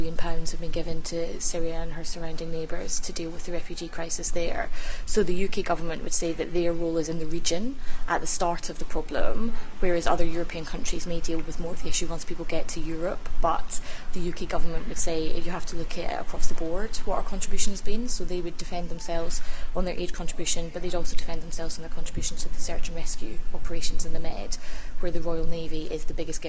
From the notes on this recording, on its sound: at the annual Labour conference